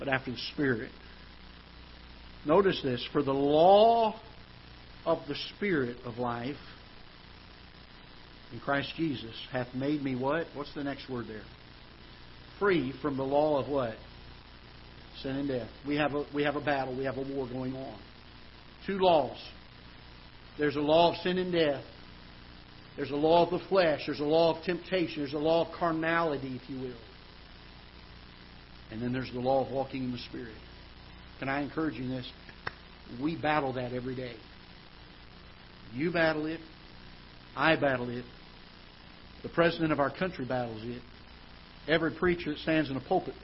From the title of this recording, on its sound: Ketha Heights Baptist Church ~ Live Broadcast